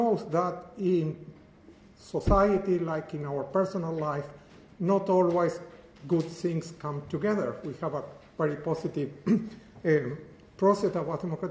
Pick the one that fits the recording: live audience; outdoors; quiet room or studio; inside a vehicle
live audience